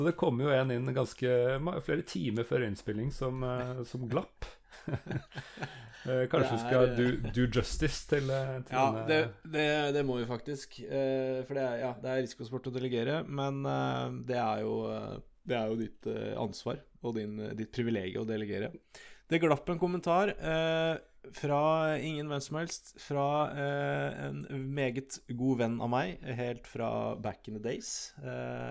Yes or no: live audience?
no